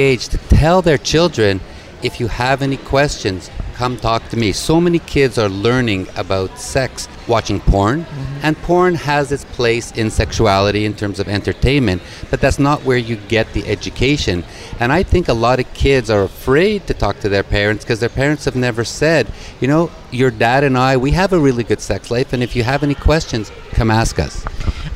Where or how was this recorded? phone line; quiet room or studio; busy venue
busy venue